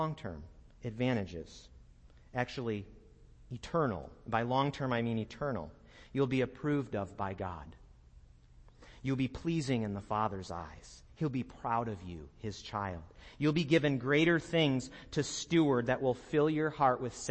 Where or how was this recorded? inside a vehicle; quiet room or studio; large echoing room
large echoing room